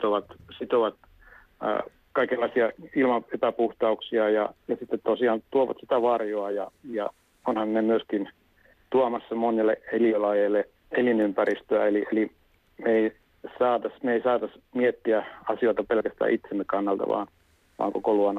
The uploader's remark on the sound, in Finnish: Puhelimitse ohjelmaan osallistuu Viherympäristöliiton pääsihteeri.